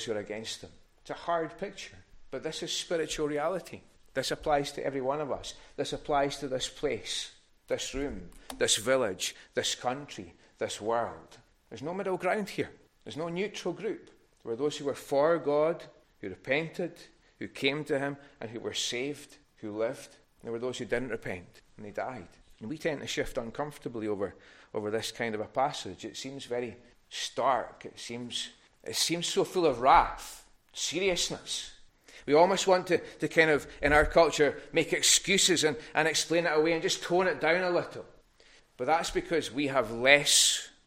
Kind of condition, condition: setting, large echoing room